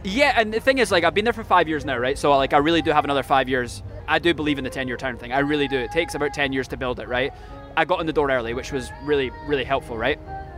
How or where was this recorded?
busy venue